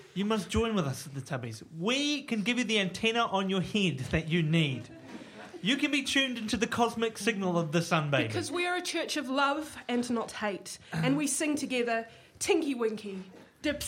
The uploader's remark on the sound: Took the Nerd Degree gang to the 2015 NZ Skeptics conference.